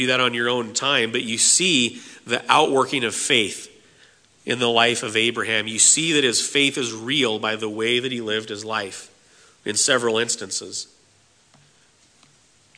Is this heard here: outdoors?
no